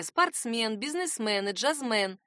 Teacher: все они произносятся с ударением на «мен»